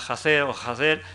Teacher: Es decir, que entonces la palabra latina facere pues da en esta zona jacer o jacer, es decir, con, la H aspirada.